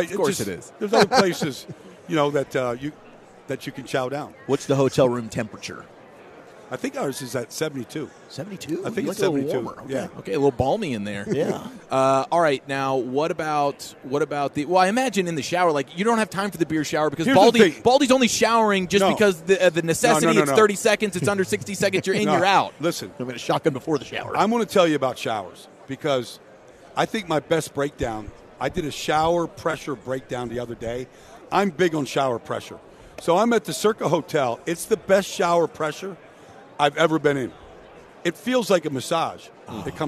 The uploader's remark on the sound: live from Super Bowl Radio Row